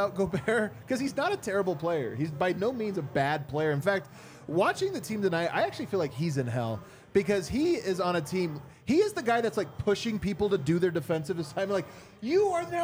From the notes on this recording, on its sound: come to you LIVE from the DNVR bar